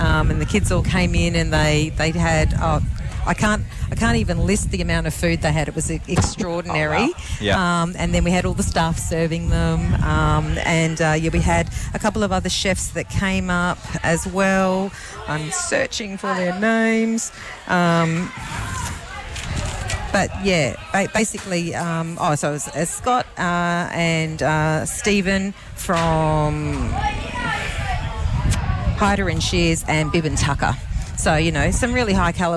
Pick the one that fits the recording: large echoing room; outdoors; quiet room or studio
outdoors